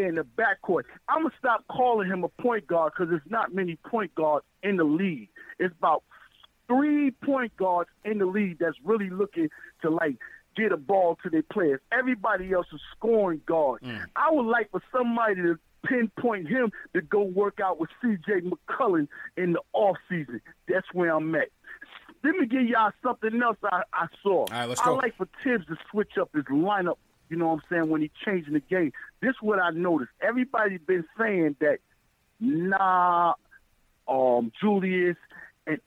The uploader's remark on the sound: take live phone calls from fans around the world